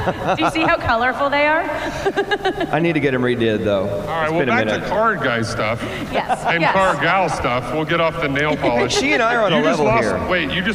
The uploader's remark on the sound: This episode is brought to you from Barrett-Jackson Scottsdale during Auction Week from the Shell/Pennzoil Live Stage.